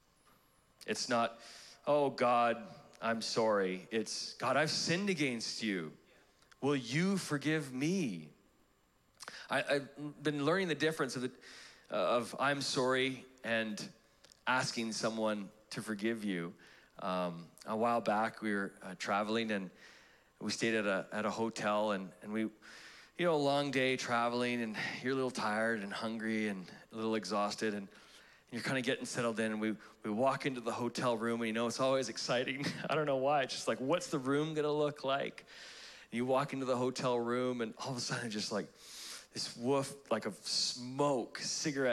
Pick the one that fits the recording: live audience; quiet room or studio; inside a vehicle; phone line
live audience